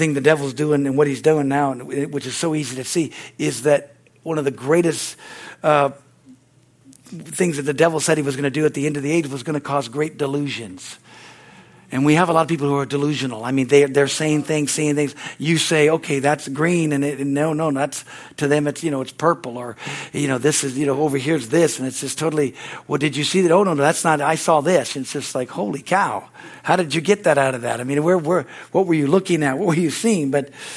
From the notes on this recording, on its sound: the Wednesday service on September 6, 2023 at Harvest Bible Church in Stockton, California